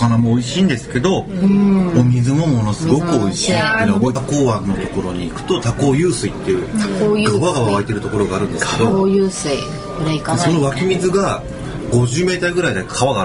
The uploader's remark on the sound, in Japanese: 今回の収録は野外だった為、聞きづらいところが多々あ。